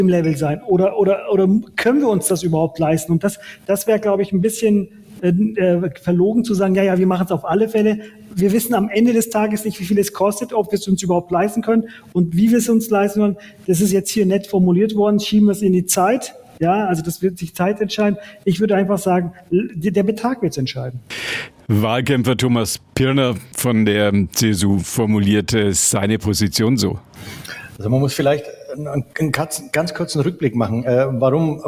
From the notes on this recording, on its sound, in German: Ausschnitte einer Podiumsdiskussion im Nürnberger Presseclub